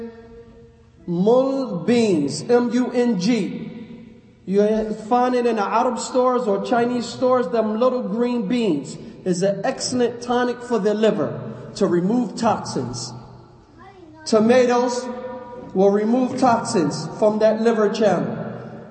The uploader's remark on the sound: Lecture given at Masjid Nur Allah, Queens, NY